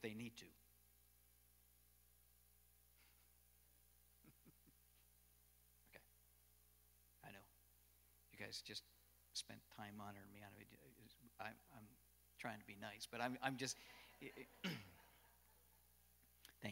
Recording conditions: large echoing room